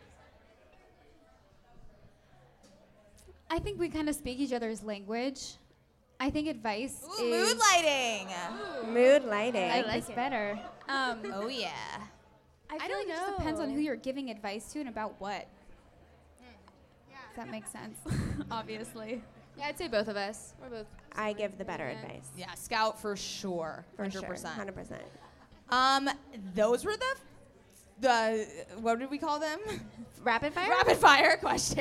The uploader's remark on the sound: LIVE EVENT. Friday night was SUCH a success - it was so amazing to meet all of our sisters and celebrate a night of sisterly vibes.